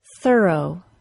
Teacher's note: The first syllable of that word has no distinguishable vowel sound. · Term: schwa plus R